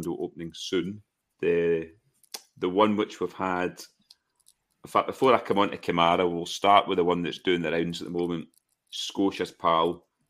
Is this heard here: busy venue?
no